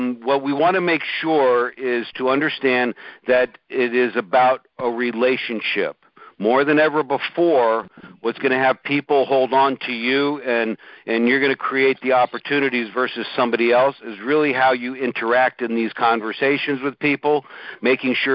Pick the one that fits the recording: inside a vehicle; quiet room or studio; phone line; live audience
phone line